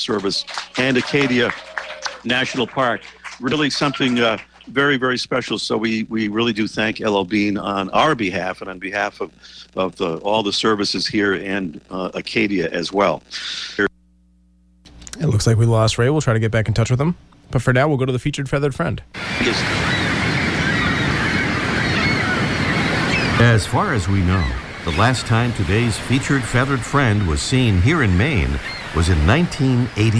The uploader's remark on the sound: On today's show we're live from Acadia National Park in Maine.